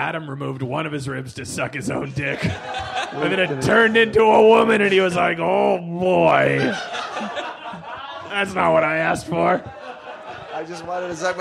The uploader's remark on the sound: Live at Bad Dog Theatre